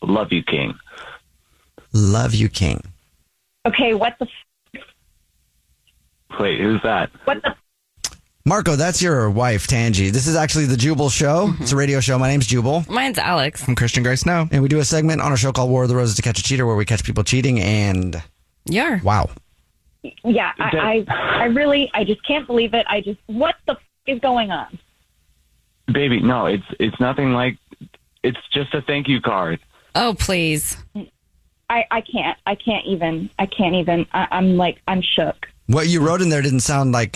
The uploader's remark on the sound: on the phone today